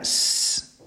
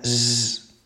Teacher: Y después tendríamos una tercera S, que es la S sonora, que se pronuncia exactamente igual que la S, pero haciendo vibrar las cuerdas vocales · Shown in: second take · ¿vale? La S normal sería S, la S sonora sería Z, ¿vale?